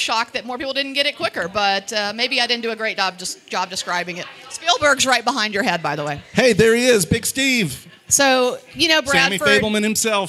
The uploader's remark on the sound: LIVE! From the Actual Oscars Red Carpet. Recorded & Edited by Boutwell Studios.